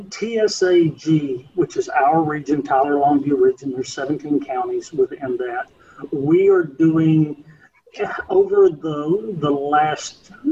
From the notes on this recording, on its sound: This interview was recorded via Zoom on Tuesday, July 14.